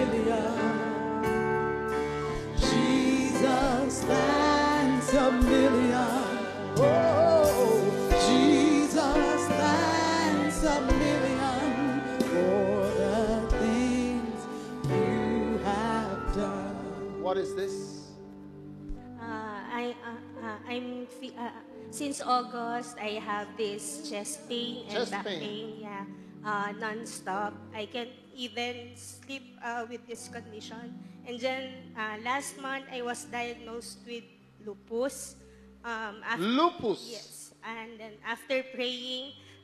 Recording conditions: live audience